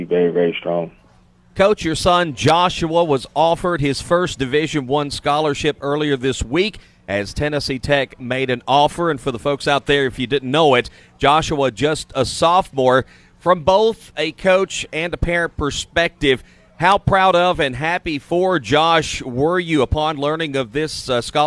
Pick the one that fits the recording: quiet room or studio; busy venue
busy venue